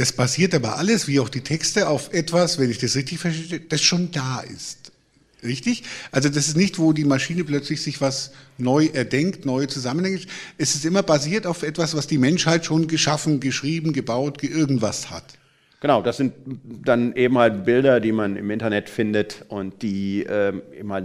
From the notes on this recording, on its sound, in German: Live-Aufzeichnung im Nürnberger Planetarium